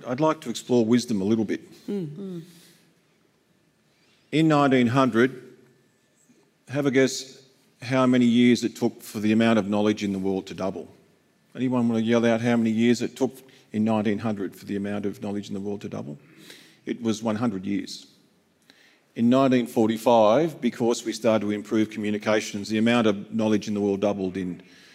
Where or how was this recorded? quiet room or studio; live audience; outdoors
live audience